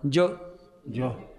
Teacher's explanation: ਇਹਦਾ ਸ਼ੁੱਧ ਰੂਪ ਹੋੜੇ ਨਾਲ ਹੈ ਮੂਲ ਰੂਪ, ਪਰ ਬੋਲਣ ਵਿੱਚ ਮਾਤਰਾ ਘਟਾ ਕੇ ਔਂਕੜ ਬੋਲਣਾ ਜੋ ਜੋ। ਪੜ੍ਹੋ ਸਾਰੀ ਲੈਣ ਫਿਰ ਰੁਦਰ ਤੋਂ।